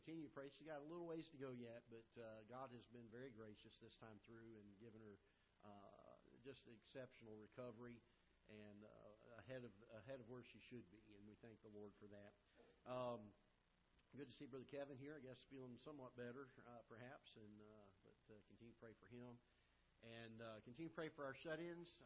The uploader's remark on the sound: Ketha Heights Baptist Church ~ Live Broadcast